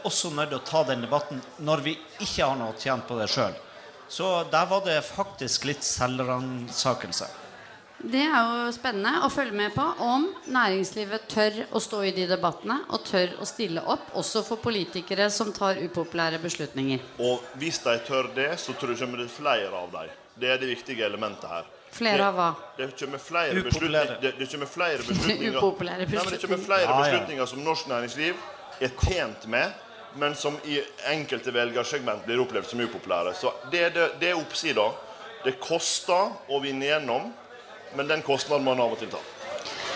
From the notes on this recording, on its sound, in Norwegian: Arendalsuka: På innsiden - Live. Livepodkast fra Arendalsuka.